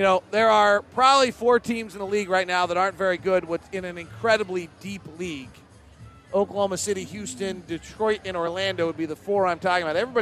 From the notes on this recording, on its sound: Courtside interview. Postgame press conference audio.